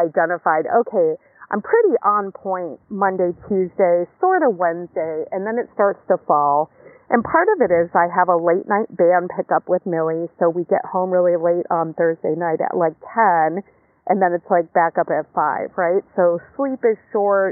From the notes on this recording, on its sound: Live from the beach, post yoga.